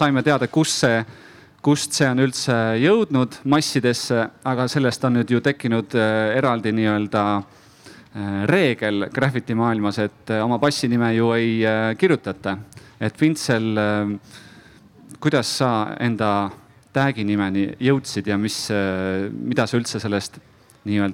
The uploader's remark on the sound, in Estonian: Juulil 2021 kunstifestivalil "Ma ei saa aru" – tänavakunst Telliskivi Loomelinnakus.